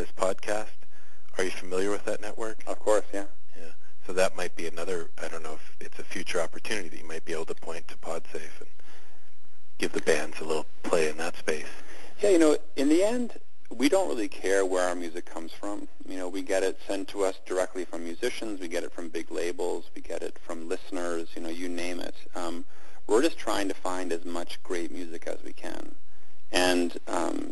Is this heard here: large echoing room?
no